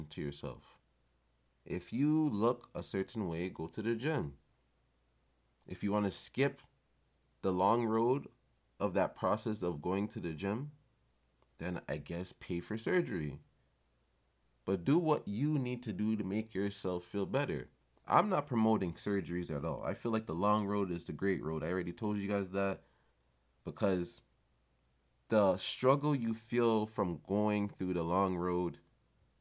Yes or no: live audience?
no